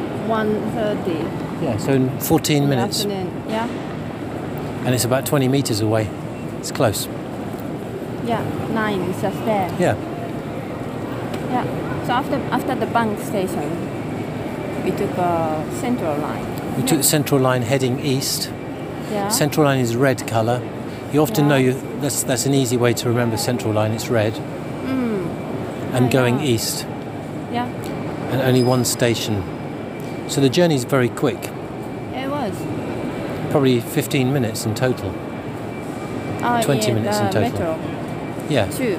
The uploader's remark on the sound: Arriving in London, changing trains and stopping at a bar. We arrived in London, then took the tube to get to Liverpool Street station to change the train to Norwich. New Milton > London Waterloo > Bank > Liverpool Street > (beer at a bar) > Norwich.